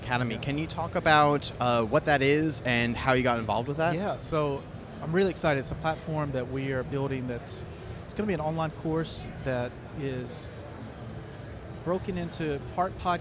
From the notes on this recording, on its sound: In this special episode live at The NAMM Show